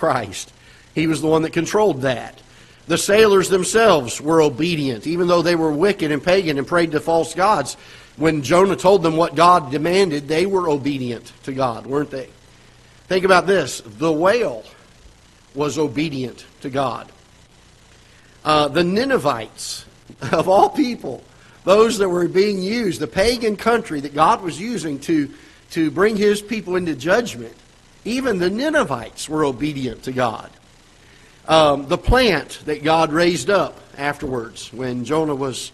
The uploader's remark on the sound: Ketha Heights Baptist Church ~ Live Broadcast